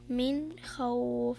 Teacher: الحكم إظهار نون ساكنة أتى بعد حرف الخاء، والخاء من حروف الإظهار